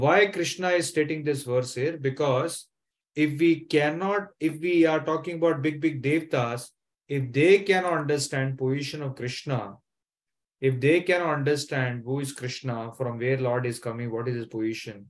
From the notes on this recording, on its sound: Zoom recorded class